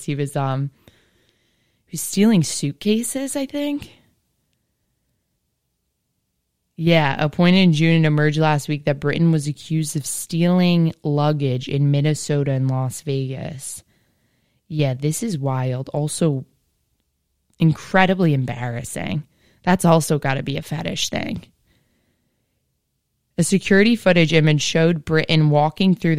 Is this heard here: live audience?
no